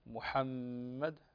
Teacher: طيب عندنا كلمة محمد فالميم هنا مشددة تغن بمقدار حركتين